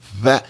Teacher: It's that weird in-between B and V sound that you get frustrated with when you're being taught Spanish.